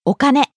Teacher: Starting low, rising on the second syllable,Staying high.